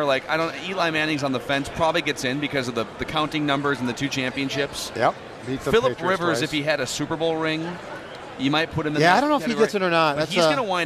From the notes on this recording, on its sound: Live from Radio Row all week.